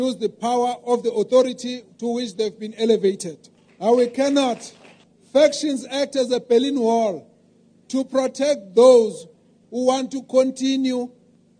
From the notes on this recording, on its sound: He was speaking at the OR Tambo memorial lecture in Katlehong east of johannesburg.